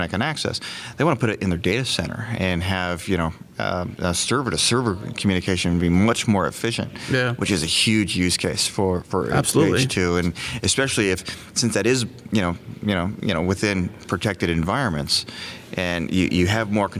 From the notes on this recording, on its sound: In this special episode recorded at Node Interactive 2016 in Austin, TX.